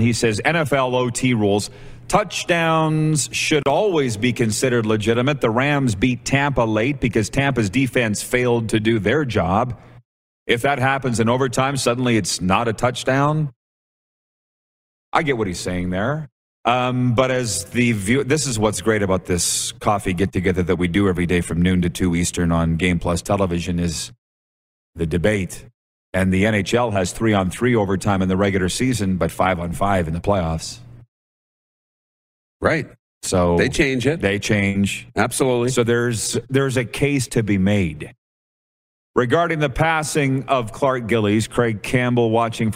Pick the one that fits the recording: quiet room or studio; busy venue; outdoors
busy venue